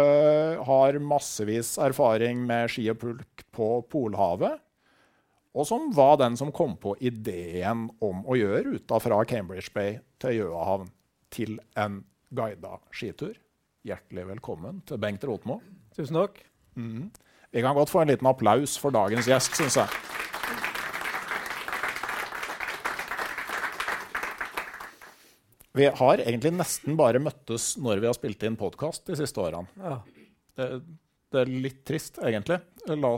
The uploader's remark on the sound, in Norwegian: I denne live-episoden. Episoden ble spilt inn live på Revir i Oslo.